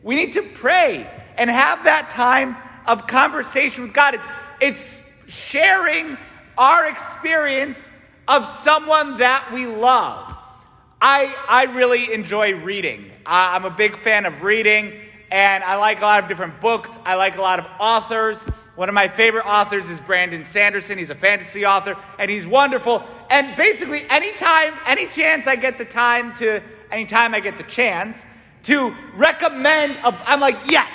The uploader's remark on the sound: St Francis Catholic parish homily